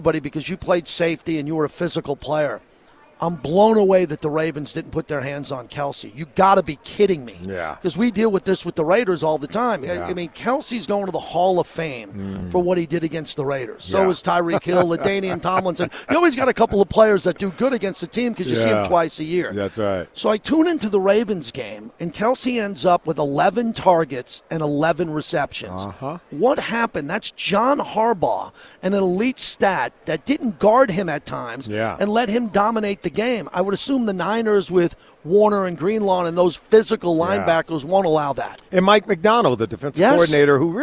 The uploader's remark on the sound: LIVE FROM RADIO ROW AT SUPER BOWL 58.